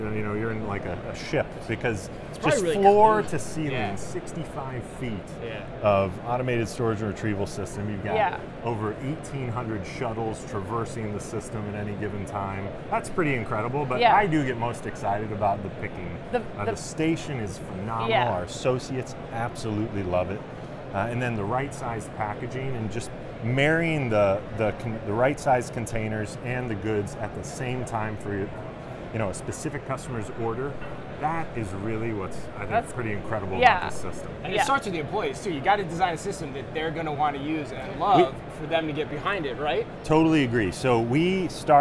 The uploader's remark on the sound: Live From NRF